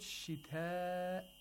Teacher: you have to lengthen the mad to either four or five vowel counts · Term: maddul muttasil